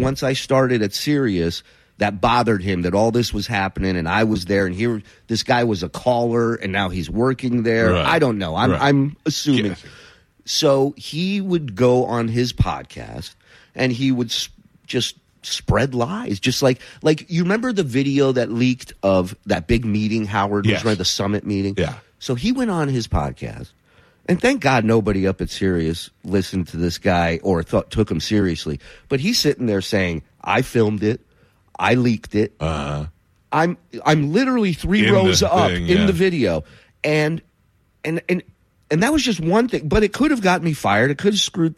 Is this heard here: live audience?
no